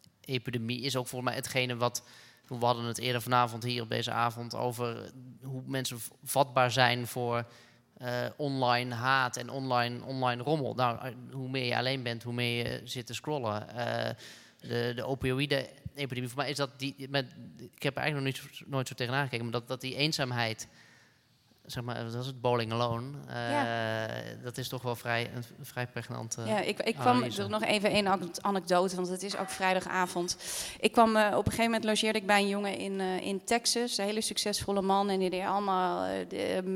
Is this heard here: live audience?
yes